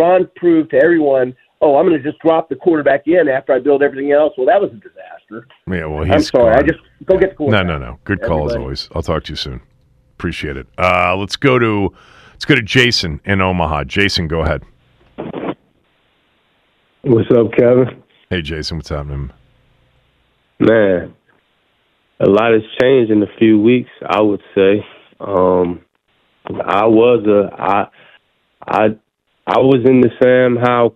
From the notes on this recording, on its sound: opened up phone lines to allow callers to weigh